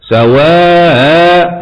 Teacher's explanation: ولحمزة في هذه الكلمة وقفا التسهيل مع المد والقصر عمليا هكذا سواء، هذا مع المد سواء، هذا مع القصر.